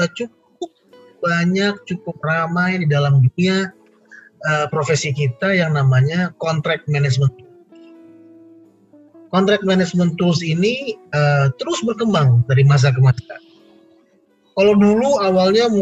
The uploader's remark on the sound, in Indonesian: dari hasil rekaman Webinar